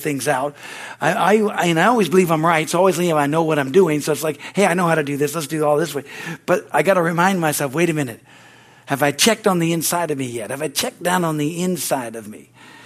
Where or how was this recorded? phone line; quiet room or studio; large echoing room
large echoing room